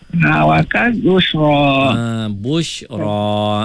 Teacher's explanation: Ra tu kena baca tebal lah bila kita wakaf kat situ.